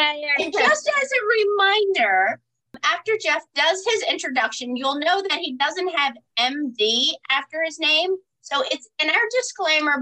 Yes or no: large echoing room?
no